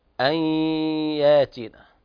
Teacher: إدغام بغنة ناقص لوقوع الياء بعد النون الساكنة